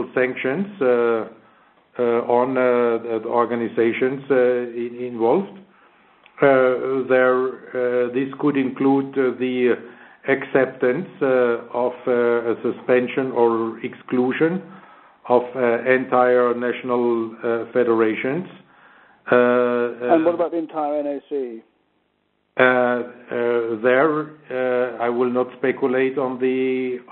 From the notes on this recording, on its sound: IOC Conference Call